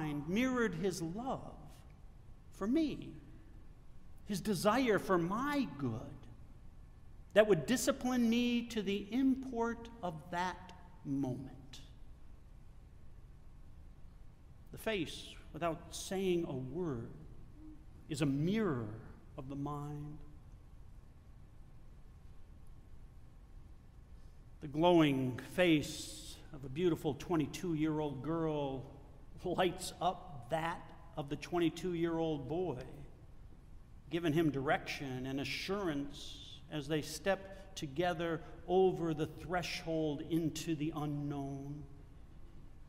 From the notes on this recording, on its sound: Delivered at the First Presbyterian Church of Flint. Sunday Liturgy.